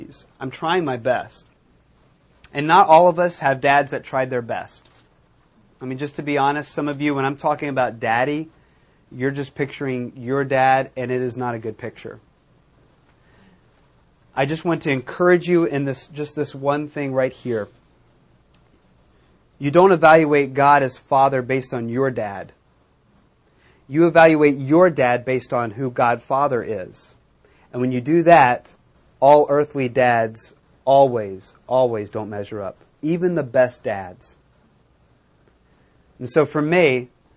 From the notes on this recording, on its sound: recorded at Metanoia Church